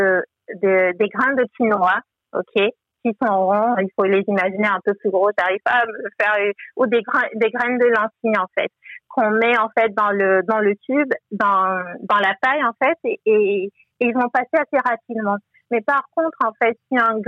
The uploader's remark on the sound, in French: S'agissant d'une conversation téléphonique, nous nous excusons d'avance de la qualité de l'audio.